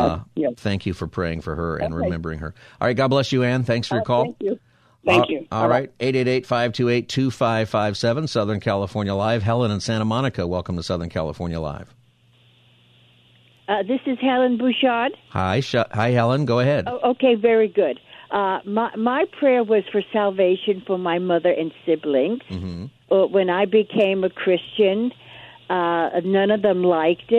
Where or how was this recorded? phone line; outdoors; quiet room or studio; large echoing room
phone line